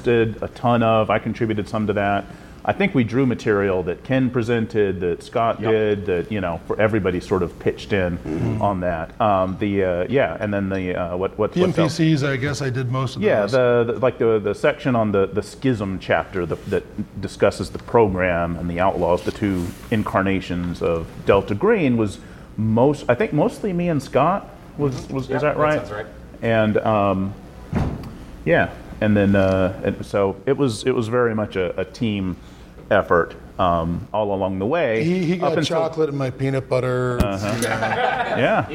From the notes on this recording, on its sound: Delta Green at Gen Con 2018. Q&A with the audience.